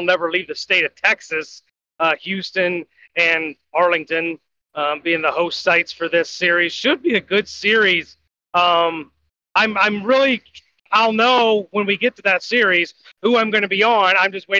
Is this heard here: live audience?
no